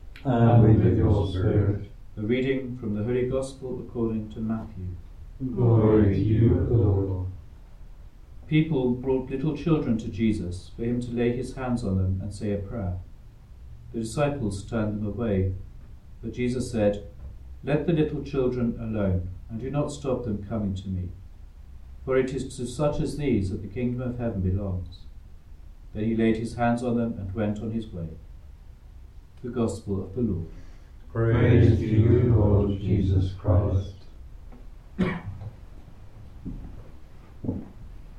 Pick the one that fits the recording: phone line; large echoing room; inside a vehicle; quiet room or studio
large echoing room